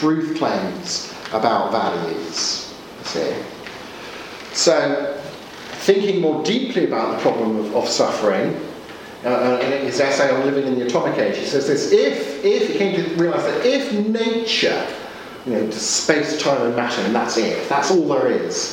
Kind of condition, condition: setting, large echoing room